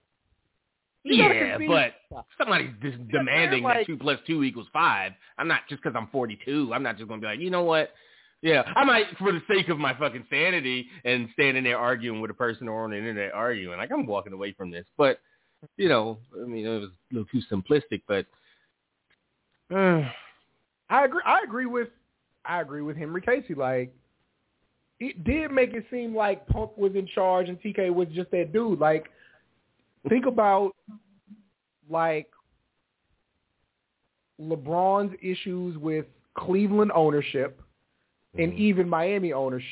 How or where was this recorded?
phone line